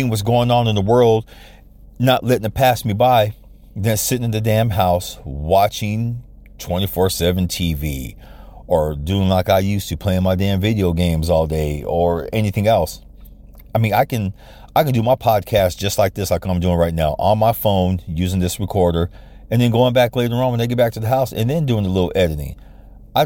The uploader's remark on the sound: Why do you do your podcast from the car again?